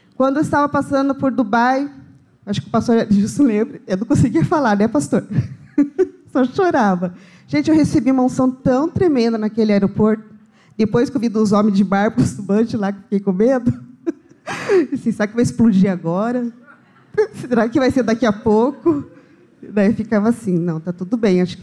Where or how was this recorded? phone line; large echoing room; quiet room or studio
large echoing room